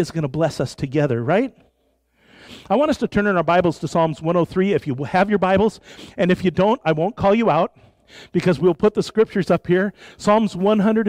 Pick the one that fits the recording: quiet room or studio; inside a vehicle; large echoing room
large echoing room